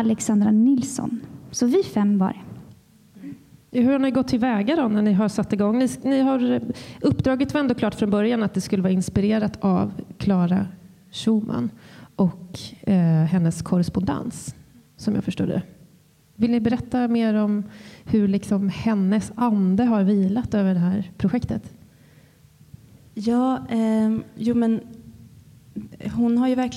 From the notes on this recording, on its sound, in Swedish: Live på Musikaliska. Podden är inspelad live för publik på Musikaliska.